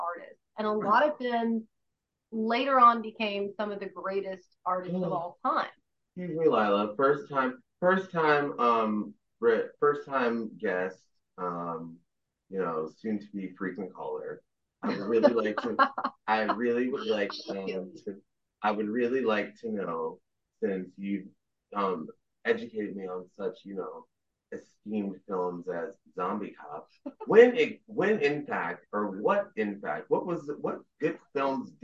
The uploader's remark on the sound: Sometimes when you do a zoom there is some audio you just can't fix